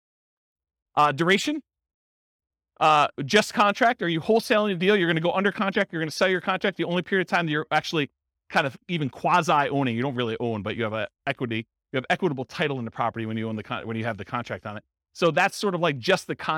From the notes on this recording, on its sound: This was a live class recorded